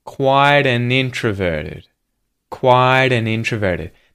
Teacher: The T in the word quite is turning into a T flap. Quieten. Quiden, and that's linking to an.